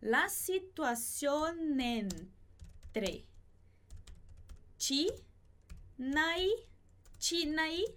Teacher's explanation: a gente vai acabar juntando esse N no finalzinho de situación com o E do entre